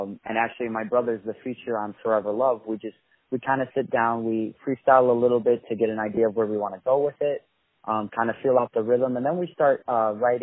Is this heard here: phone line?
yes